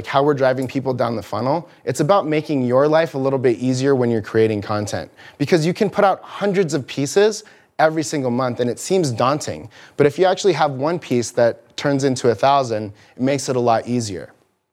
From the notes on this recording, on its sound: Audio from the live presentation on developing a content plan at TCVN in Irvine California.